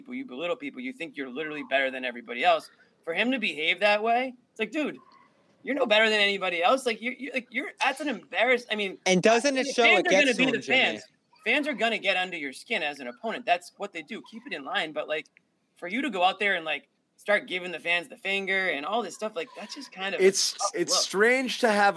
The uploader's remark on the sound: LIVE from TD Garden.